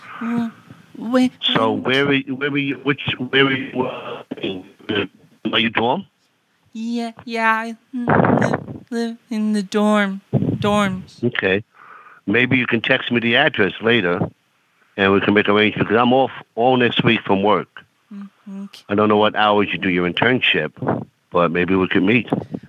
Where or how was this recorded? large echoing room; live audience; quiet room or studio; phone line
phone line